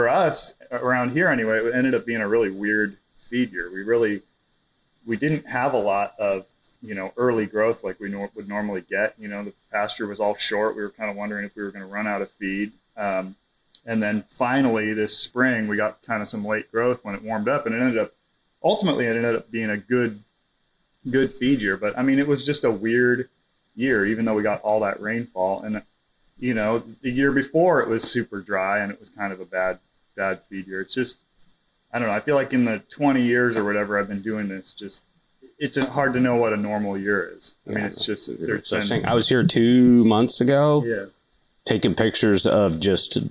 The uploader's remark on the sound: via telephone